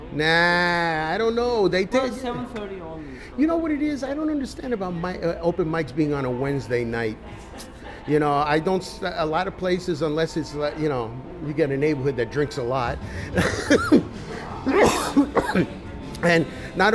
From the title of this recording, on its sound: Doing Stand Up at O'BRIEN'S 10/12/22.